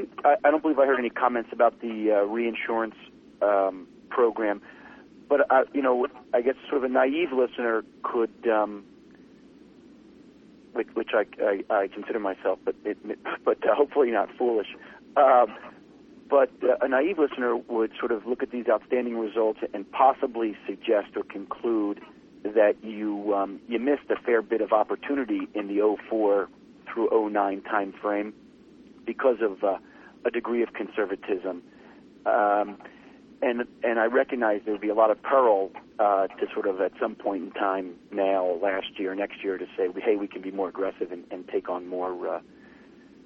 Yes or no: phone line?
yes